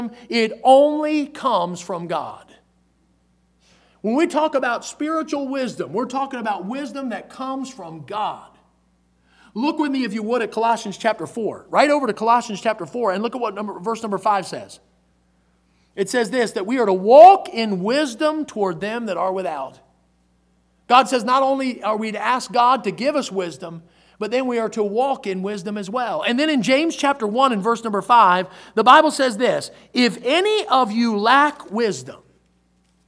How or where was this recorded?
large echoing room